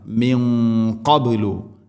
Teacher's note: മിൻ ഖബ്ലു, സാക്കിന നൂന് ശേഷം ഖാഫ്, ഇഖ്ഫാ ബിഗുന്ന, അവ്യക്തമാക്കി മണിക്കണം. ഖാഫ് ഇസ്തിഇലാ അക്ഷരമാണ്, സ്വരഭാരത്തിൽ ഉച്ചരിക്കണം